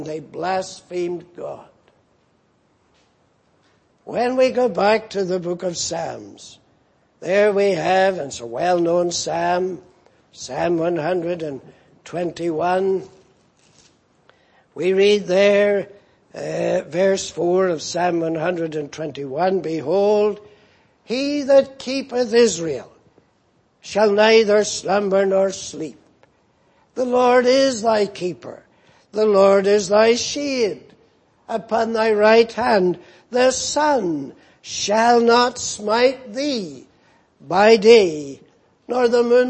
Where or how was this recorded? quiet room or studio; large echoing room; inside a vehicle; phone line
large echoing room